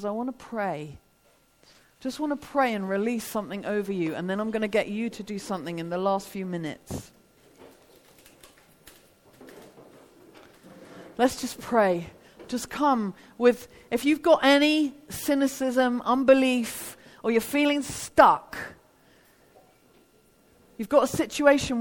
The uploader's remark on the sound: Devoted 2019 - a festival for all the family hosted by ChristCentral.